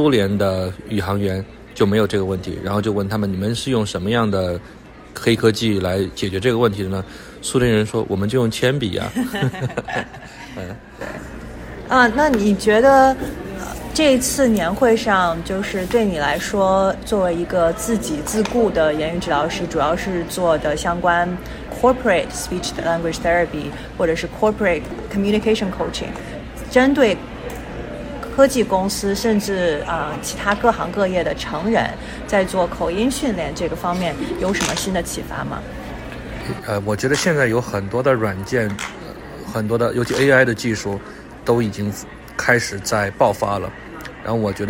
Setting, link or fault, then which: fault, background noise